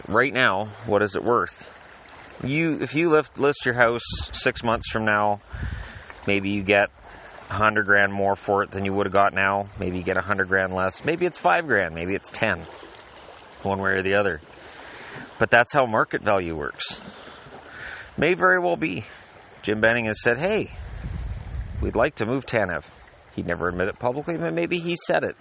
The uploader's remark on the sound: I figured one last podcast from the lake might be fun, so I started recording.